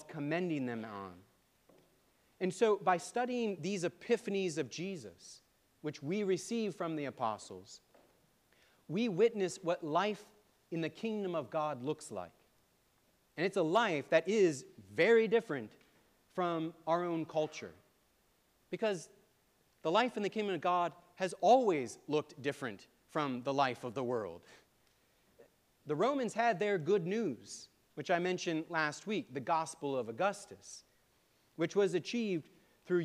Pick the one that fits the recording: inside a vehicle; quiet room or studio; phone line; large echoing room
large echoing room